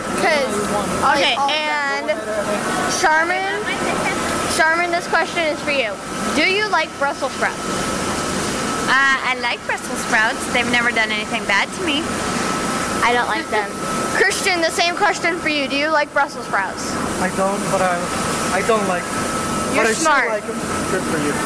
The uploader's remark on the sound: Hickman's Egg Farm, Life at Eleven on Location Live